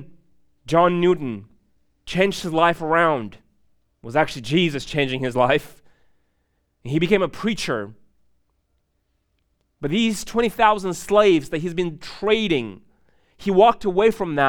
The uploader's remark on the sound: These sermons are recorded live in churches all around the U.S but primarily at City Hill Church in Bellevue WA.